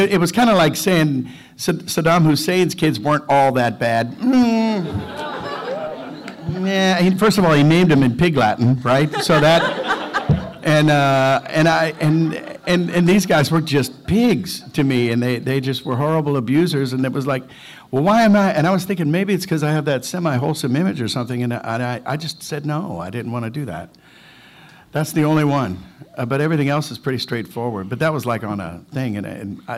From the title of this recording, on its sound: Panel From Pensacon 2016